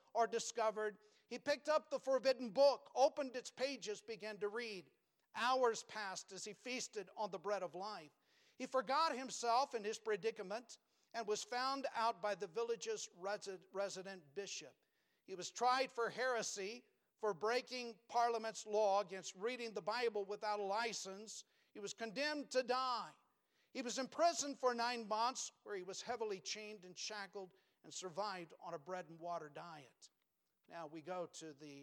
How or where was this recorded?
large echoing room